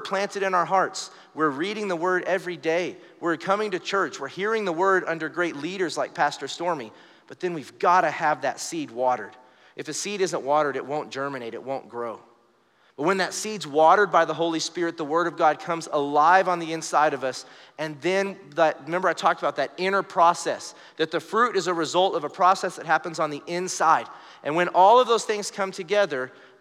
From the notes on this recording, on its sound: Recorded live during our Wednesday night service